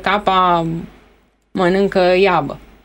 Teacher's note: când un copil nu pronunță sunetul R, R, și zice capa mănâncă iabă